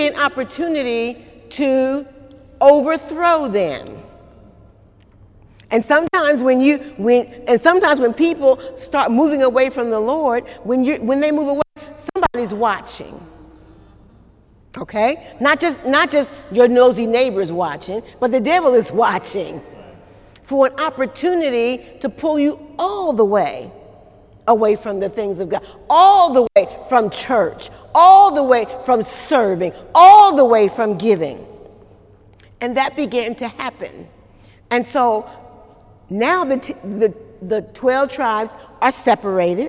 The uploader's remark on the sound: During Wednesday night service on July 11, 2018